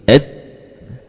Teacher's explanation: ketika ujung lidah menempel pada pangkal gigi seri, ed suaranya tertutup, jalan suaranya buntu · Term: dal